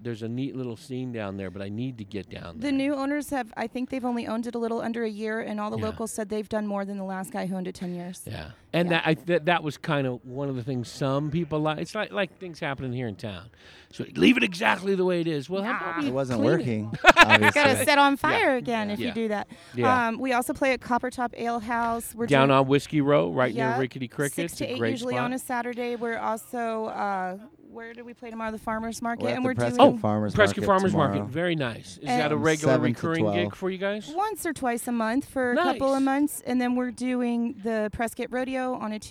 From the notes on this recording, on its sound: Recorded at Big Daddy E’s BBQ in Chino Valley. Recorded at Big Daddy E’s BBQ in Chino Valley.